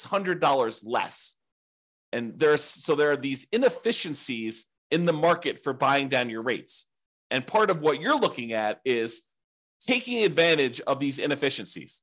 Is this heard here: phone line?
no